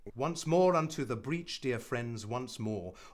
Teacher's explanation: You can hear, da-dum, da-dum, da-dum. · Term: iambic